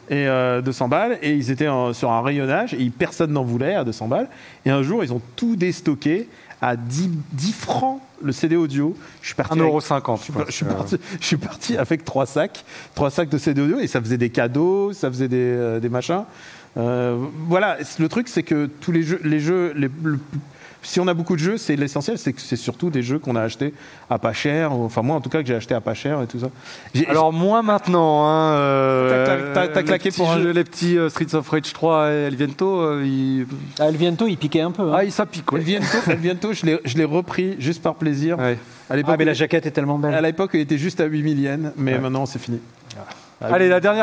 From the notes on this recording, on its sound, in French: En live depuis l'ESpot. Émission en public, enregistrée sur le plateau mirifique de l'ESpot Paris. L'occasion également d'interagir avec le public présent sur place pour une série de questions-réponses.